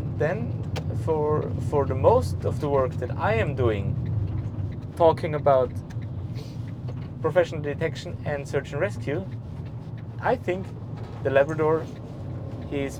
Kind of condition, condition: setting, inside a vehicle